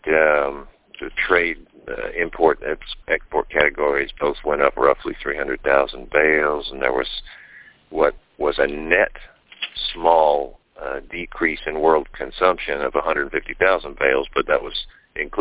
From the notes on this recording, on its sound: Monthly Conference call